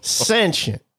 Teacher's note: Put the emphasis on the first syllable.